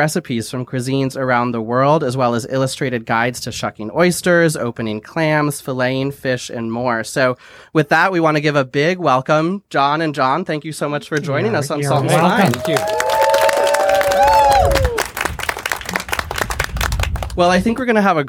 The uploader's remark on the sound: This week’s episode was recorded *live* at Hog Island Oyster Co. This week’s episode was recorded *live* at Hog Island Oyster Co. On the shores of Tomales Bay in Northern Califor ni a.